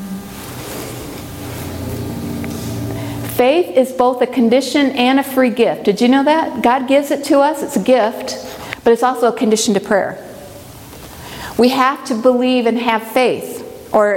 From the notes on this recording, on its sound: Presentation from the Bible study training track at the 2023 Propel Conference.